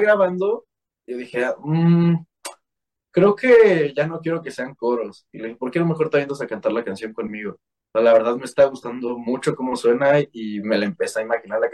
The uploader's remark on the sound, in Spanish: Charlamos via zoom